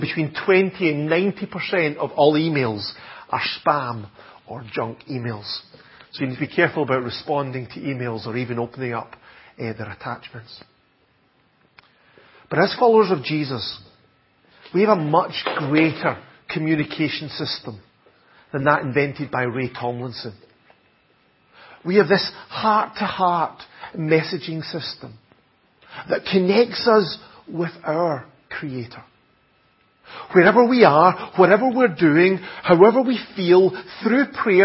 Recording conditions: large echoing room